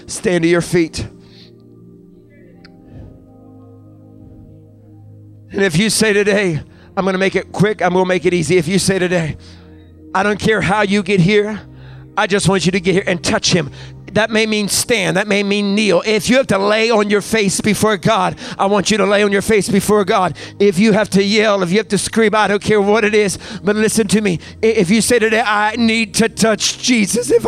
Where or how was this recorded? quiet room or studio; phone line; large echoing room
large echoing room